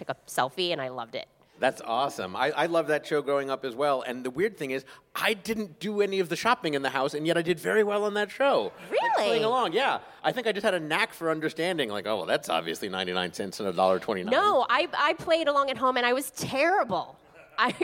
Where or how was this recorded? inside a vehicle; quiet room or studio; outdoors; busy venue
busy venue